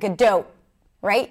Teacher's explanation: It's like, it's also super short, Gadot. And then the T in English, it's a held T, which means there is no T there. It's just an abrupt stop of air